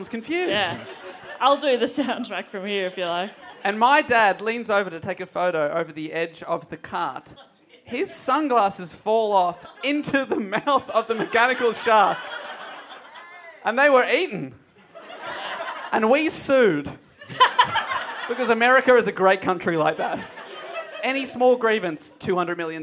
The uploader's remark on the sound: Recorded live at the European Bier Cafe for the Melbourne International Comedy Festival.